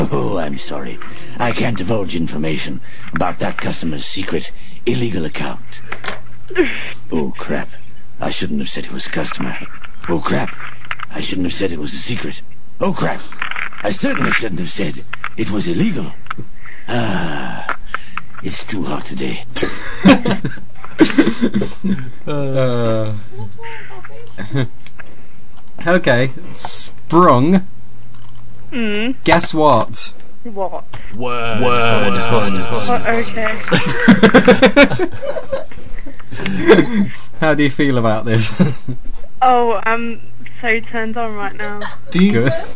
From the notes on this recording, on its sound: Featuring phone calls.